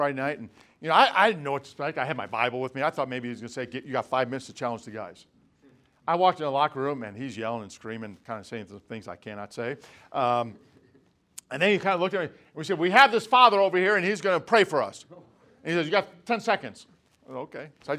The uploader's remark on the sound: From the Spiritual Leadership Conference - Lancaster Baptist Church